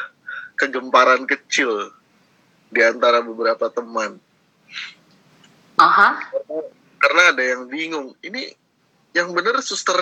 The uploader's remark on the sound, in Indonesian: Rekaman dari obrolan di Live Instagram